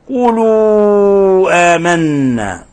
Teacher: الحكم التجويدي مد منفصل، مد منفصل، نمد من 4 إلى 5 حركات